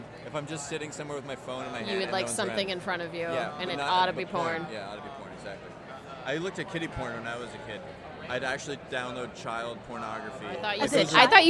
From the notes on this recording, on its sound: Live from INTERNET YAMI-ICHI: Up Late.